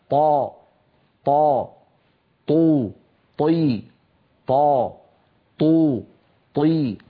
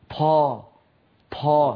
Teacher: فالطاء الفصيحة طاء مجهورة شديدة · Shown in: first take